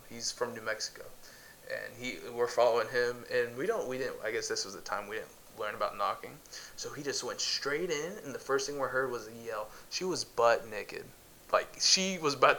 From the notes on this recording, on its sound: We are still getting use to our equipment so some minor technical issues